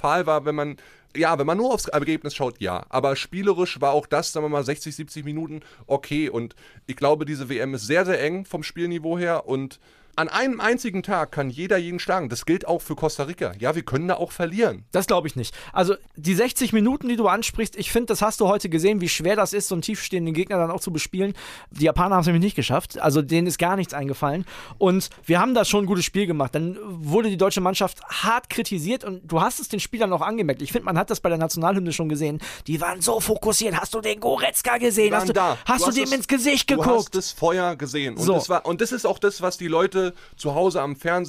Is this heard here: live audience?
no